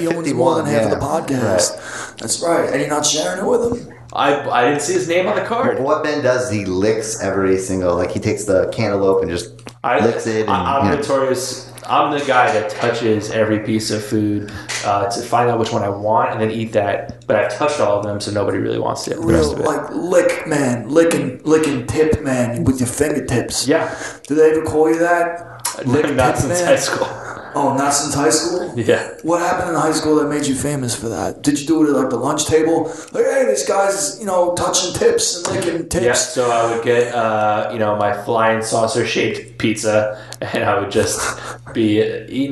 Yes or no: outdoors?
no